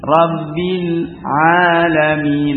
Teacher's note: lam dari ujung ke belakang lagi mundur, ya, dari ujung lidah kemudian ke mundur ke belakang karena agak berat